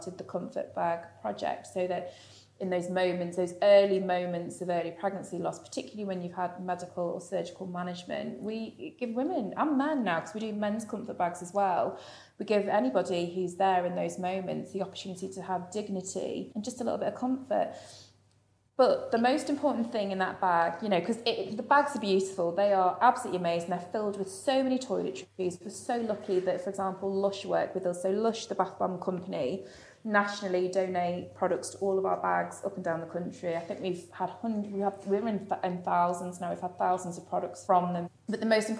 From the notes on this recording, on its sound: She managed to sneak in an interview with us whilst sat on the floor outside the toilets in Pret!